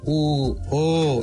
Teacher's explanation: ஊ இதிலே ஊ என்ற ஒளியை நீட்டினால் கொஞ்சம் அல்லது கொஞ்சம் விரித்து வாய் வட்டத்தை ஊ என்கின்ற பொழுது வாய் குவிகிறது, இதழ் குவிகிறது. குவிந்த அந்த குவி நிலையிலே சற்று விரித்தால் அது ஓ ஆகும், ஊ ஓ என்று வரும்.